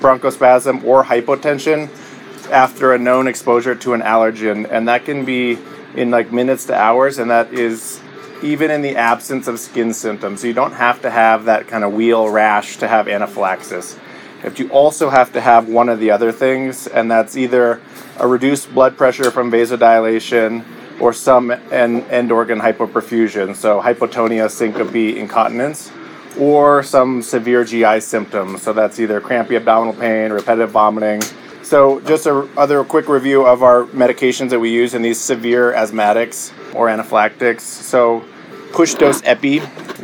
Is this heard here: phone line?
no